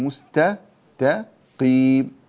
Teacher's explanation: التاء مرققة بجوار القاف مفخمة، فنقول مستقيم، القاف مفخمة التاء مرققة.